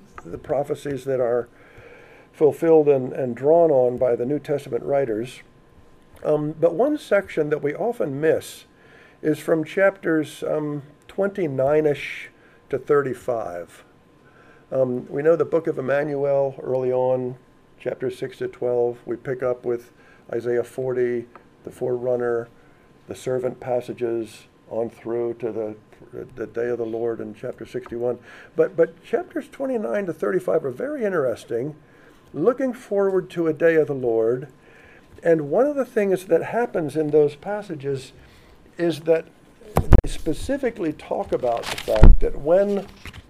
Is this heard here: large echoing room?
yes